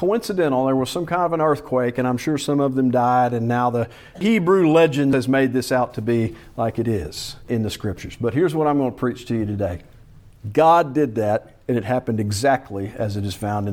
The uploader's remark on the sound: Preached at Salem PBC in Gravesville, AR.